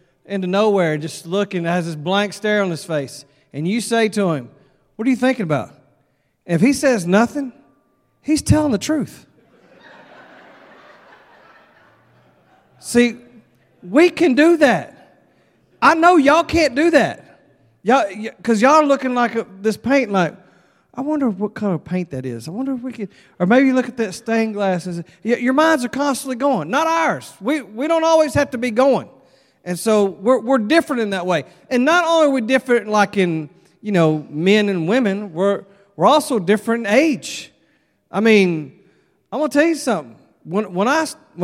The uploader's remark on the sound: at Broadway Baptist Church, Lexington, Kentucky